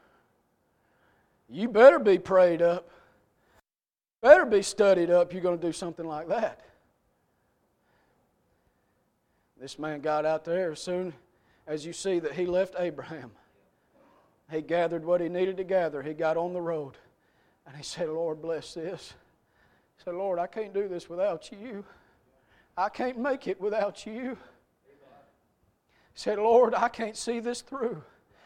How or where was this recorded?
large echoing room